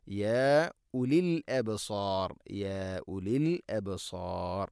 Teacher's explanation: ഉലി എന്നാണ്, ഊലി എന്ന് ഒരിക്കലും പറയരുത്. വാവിൻ്റെ മേലേക്കാണ് സുക്കൂൻ, അത് ഉച്ചരിക്കുകയില്ല എന്നുള്ളതിനെ സൂചിപ്പിക്കുന്നതാണ്.